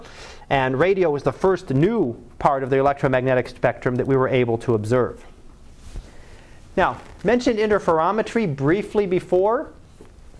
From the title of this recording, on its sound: Live Class Lecture 2012 Sep 17